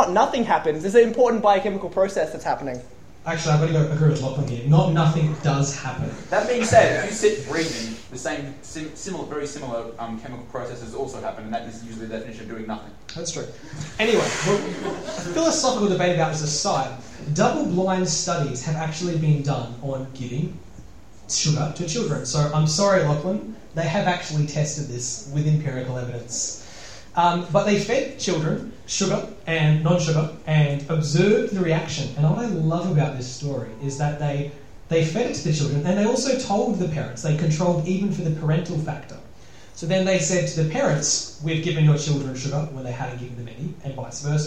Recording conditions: live audience